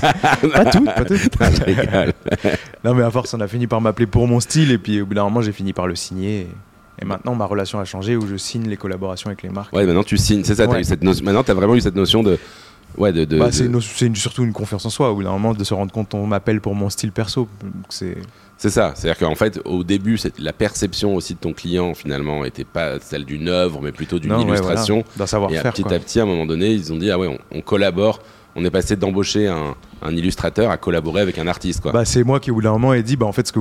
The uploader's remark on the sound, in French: Nous étions en direct depuis la NFT Factory avec les collectif Somaverse et Suprchief Gallery pour l'exposition de ces 5 artistes.